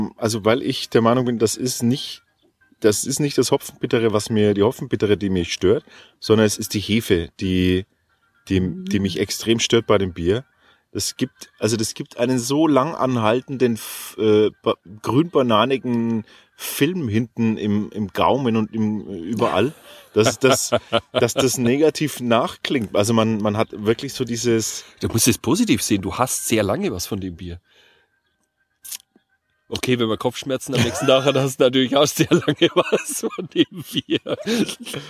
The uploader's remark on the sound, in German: Sitzen wir bei dieser Aufnahme im Freien zwischen Strohblumen und Klee und lassen uns die Sonne auf den Pelz scheinen.